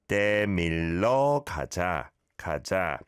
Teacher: 밀려 is what you said, but it's 밀러, rather than a 여 vowel sound.